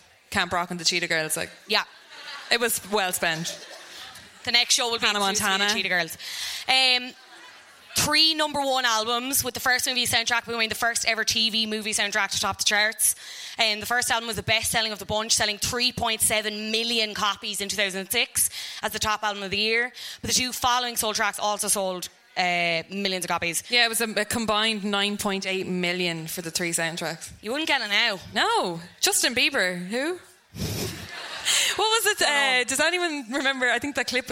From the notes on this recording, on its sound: High School Musical (Live at the Sugar Club).